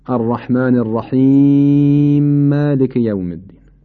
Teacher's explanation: میم رو ساکن میکنیم، در میم مالک ادغام میکنیم · Term: ادغام کبیر